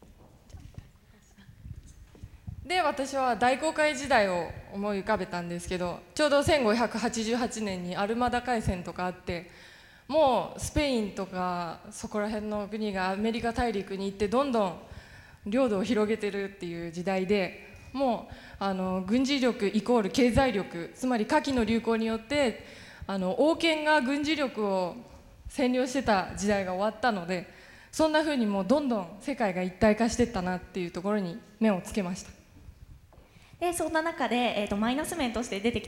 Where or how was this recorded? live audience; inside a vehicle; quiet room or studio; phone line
live audience